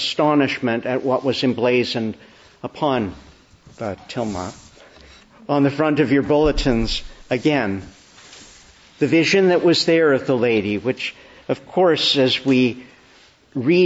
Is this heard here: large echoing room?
yes